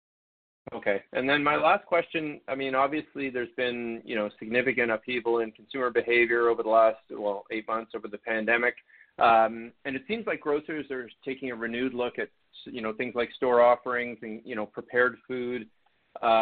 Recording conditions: phone line